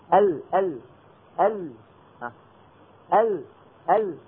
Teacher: ال ال ال ال ال فالطريق من الوسط مسدود. الهواء الحامل للصوت عم ينحرف بعضه عن يمين اللسان وبعضه عن يسار اللسان. هذا صفة الانحراف.